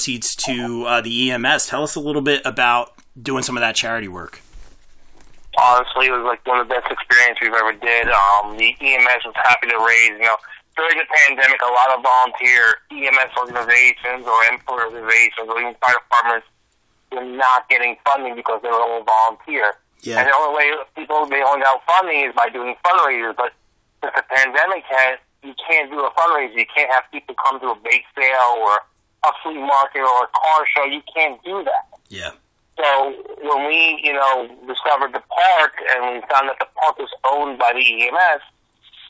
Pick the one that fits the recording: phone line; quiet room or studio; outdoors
phone line